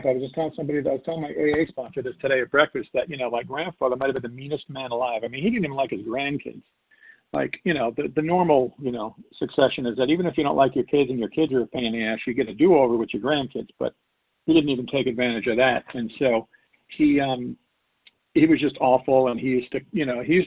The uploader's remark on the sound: 100 Pounders Phone Meeting on 12/6/20